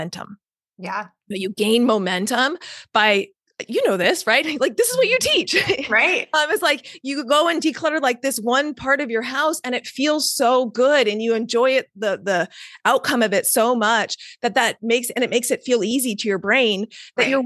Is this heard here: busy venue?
no